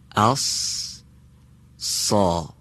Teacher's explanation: با سین فارسی فرقی نداره، فقط مقداری درشتر تلفظ میشه · Term: حرف صاد